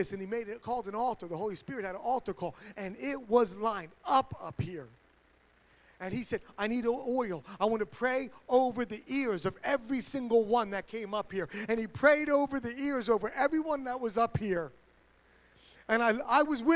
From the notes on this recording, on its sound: HighStreet Worship Center is a church in Burlington, New Jersey